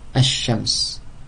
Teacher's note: le lem obéit au idram, assimilation quand elle est suivie d'une lettre Shamsiya